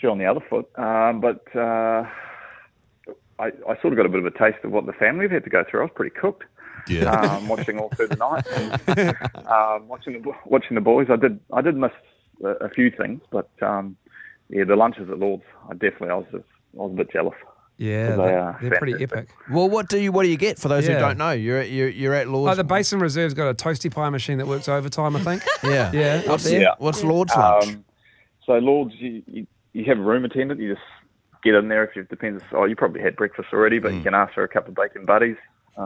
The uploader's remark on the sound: joins us on the phone